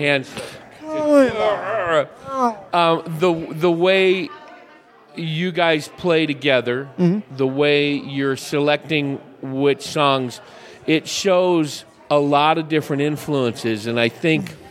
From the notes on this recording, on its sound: Live from the Hassayampa Inn. Recorded at Hassayampa Inn in Prescott, AZ.